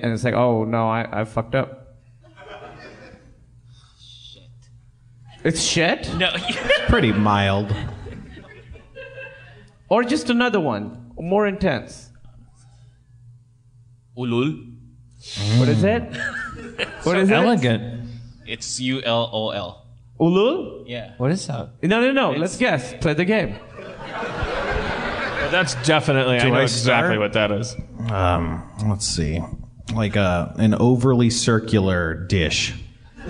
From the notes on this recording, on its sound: LIVE at the Vista with bonus Q&A. LIVE from the Vista theater with a special Q&A.